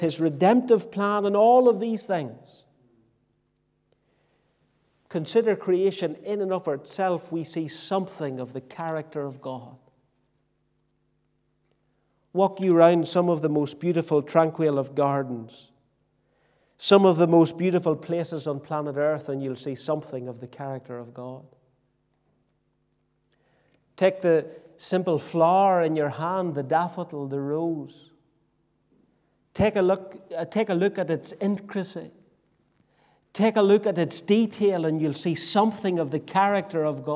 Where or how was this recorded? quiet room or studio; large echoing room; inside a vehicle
large echoing room